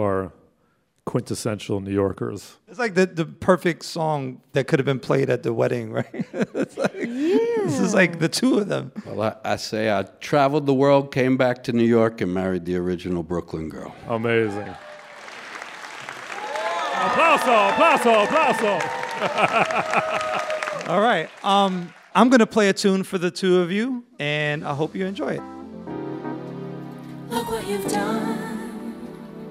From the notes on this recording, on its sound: The actress and artist sit down for a live taping of What's Good.